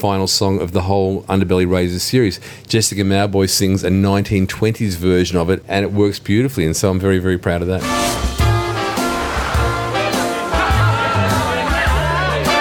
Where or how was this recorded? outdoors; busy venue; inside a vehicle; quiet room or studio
busy venue